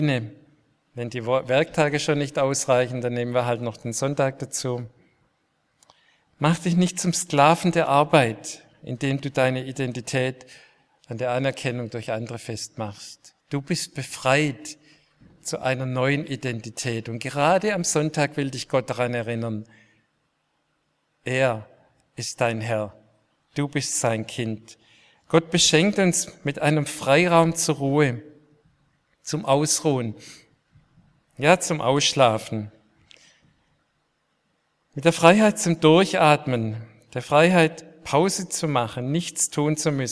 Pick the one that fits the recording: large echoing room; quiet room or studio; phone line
large echoing room